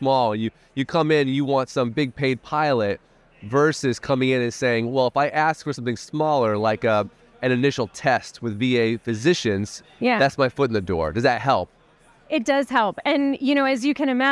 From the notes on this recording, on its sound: recorded at the ViVE 2023 conference in Nashville